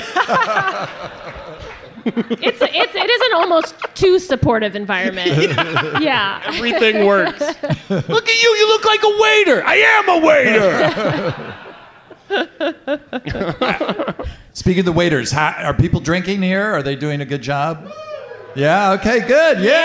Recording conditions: live audience